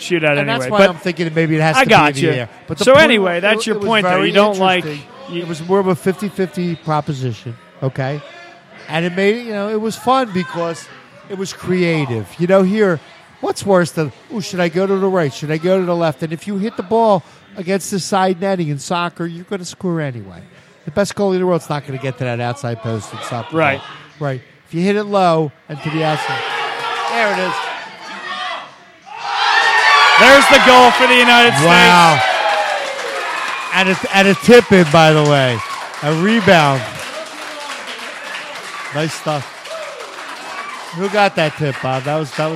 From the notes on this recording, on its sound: live from Villa Capri Pizza in Doylestown, PA